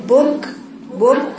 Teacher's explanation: بجيب بقطع الصوت وبعدين خارج مع النفس · Term: الهمس